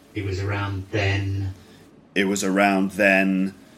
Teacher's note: So completely flat, doesn't go up or down. · Term: flat intonation pattern